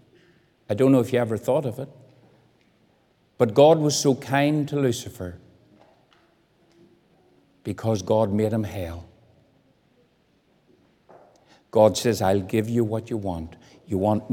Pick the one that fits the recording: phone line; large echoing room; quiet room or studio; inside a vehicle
large echoing room